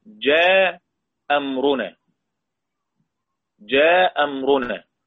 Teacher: قرأ أبو عمرو بحذف الهمزة الأولى، بحذف الهمزة الأولى.